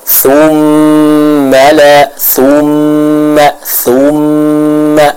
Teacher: Hukum gunnah ya. Harus kita sempurnakan dua harokat gunnahnya, jangan terlalu terburu-buru. Contohnya thumma la thumma thumma, seperti itu.